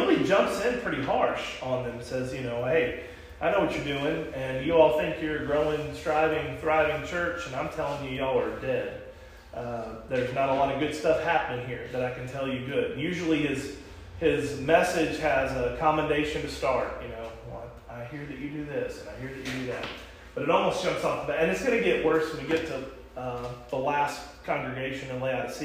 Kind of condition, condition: setting, large echoing room